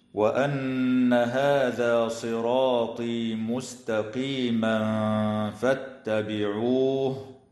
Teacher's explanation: تغن النون من كلمة وأن لأنها مشددة، ويخفى التنوين عند الفاء مع الغنة المرققة في قوله تعالى: مستقيما فاتبعوه، ويراعى ترقيق السين والتاء في كلمة مستقيما